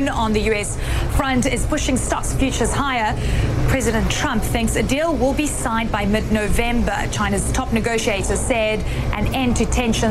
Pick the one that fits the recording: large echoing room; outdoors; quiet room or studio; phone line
outdoors